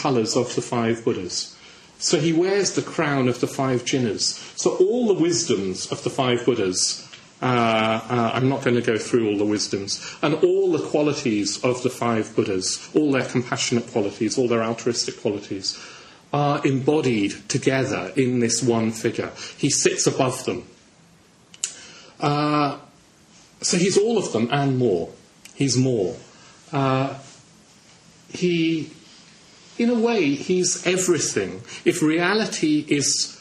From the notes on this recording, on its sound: given on Vajrasattva Festival Day at London Buddhist Centre on June 2009